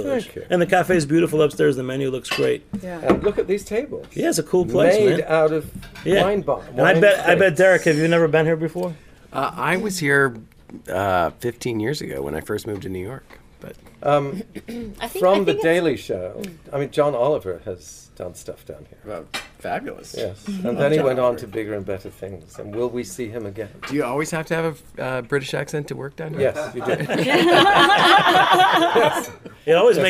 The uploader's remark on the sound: A conversation recorded at the Cornelia St Cafe. A Conversation at the Cornelia St Cafe. A conversation recorded at the Cornelia St Cafe.